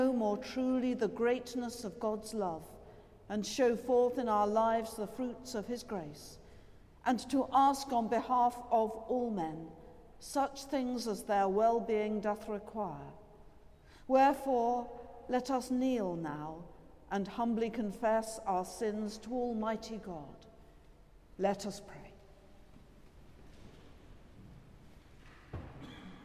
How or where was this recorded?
large echoing room